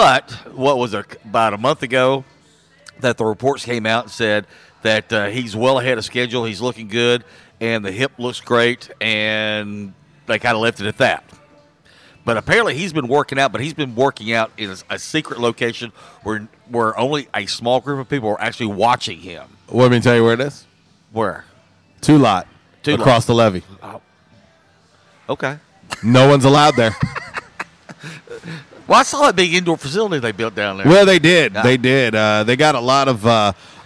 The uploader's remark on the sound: LIVE from JTown's Grill!